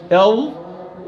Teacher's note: الضاء تخرج من طرف اللسان مع أطراف الثنايا العليا ويستعلي مع الضاء أقصى اللسان. لماذا؟ لأنه الضاء من أحرف الاستعلاء.